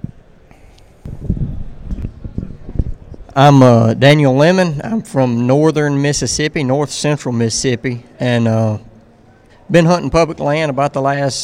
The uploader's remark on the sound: A "Killer" Q & A at The Mobile Hunters Expo